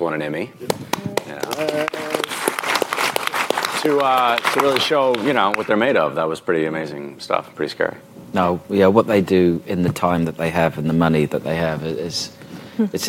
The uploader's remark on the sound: Then stick around for audio from the cast Q&#38;A session that followed the screening. Tribeca TV Festival 2017. Tribeca TV Festival red carpet interviews. Then stick around for audio from the cast Q&A session that followed the screening.